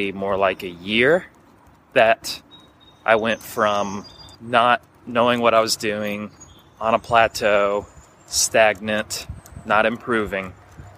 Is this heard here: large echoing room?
no